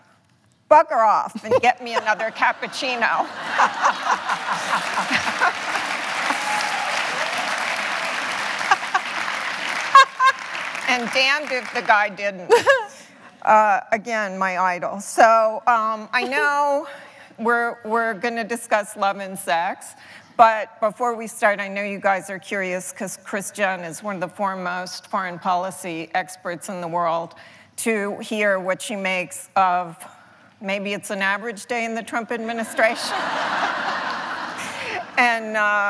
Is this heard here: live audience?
yes